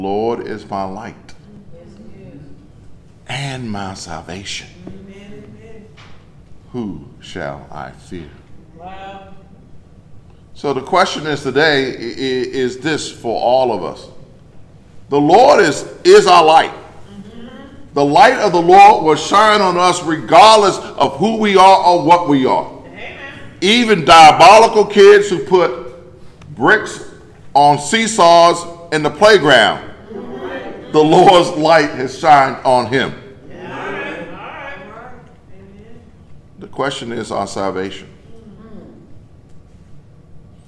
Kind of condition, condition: setting, large echoing room